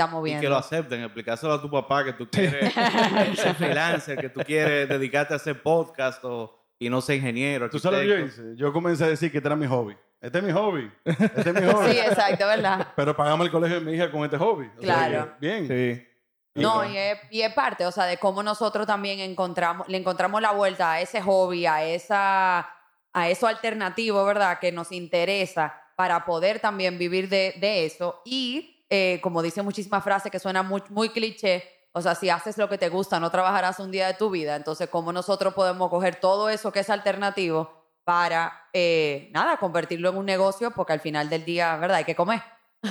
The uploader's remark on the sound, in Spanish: Estar frente a un público en vivo en el Seminario Annual de Crecimiento Humano y Profesional de la PJU (Pastoral Juvenil Universitaria) de la PUCMM, en Santiago.